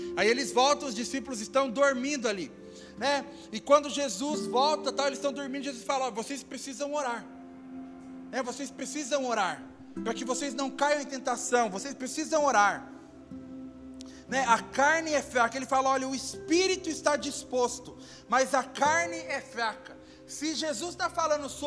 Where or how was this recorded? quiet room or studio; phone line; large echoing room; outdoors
large echoing room